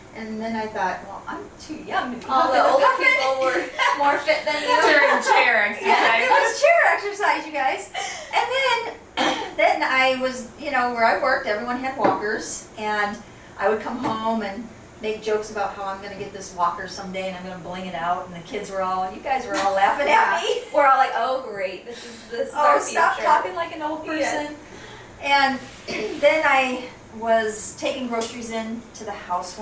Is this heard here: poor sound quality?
yes